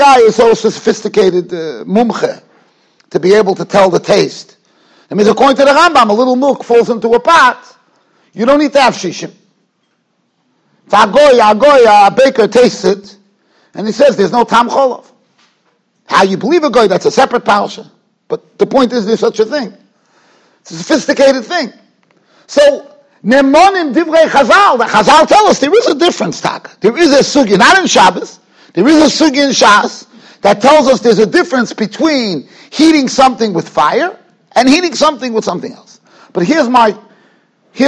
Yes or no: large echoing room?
yes